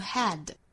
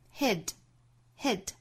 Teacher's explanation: 包含小写 e 的这个元音，不能口型过大 · Shown in: second take